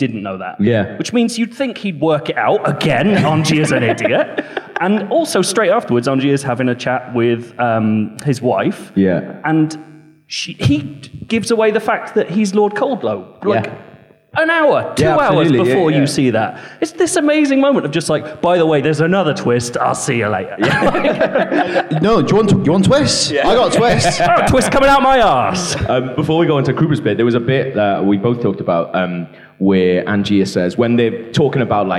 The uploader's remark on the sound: We celebrated this by holding a screening of The Prestige followed by a lovely live podcast in London.